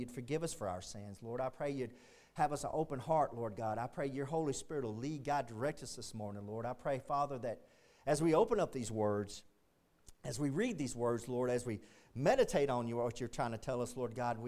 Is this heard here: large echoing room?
yes